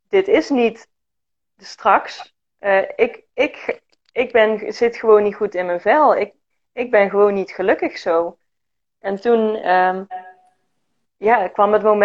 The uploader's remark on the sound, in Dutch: tijdens een live op Instagram